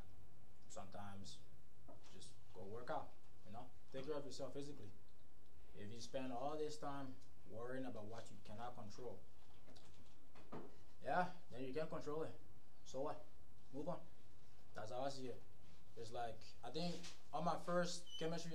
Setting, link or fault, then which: fault, uneven or low level